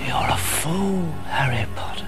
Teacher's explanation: the way Voldemort speaks, is very breathy